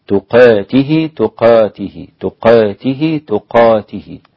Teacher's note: تقاته جاءت ممالة ومقللة ومفتوحة، تقاته تقاته تقاته هكذا، ورش قللها.